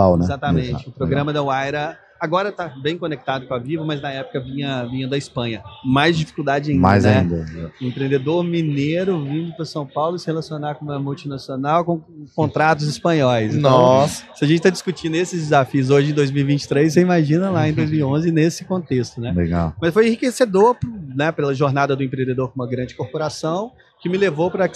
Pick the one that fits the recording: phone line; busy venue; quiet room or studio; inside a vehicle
busy venue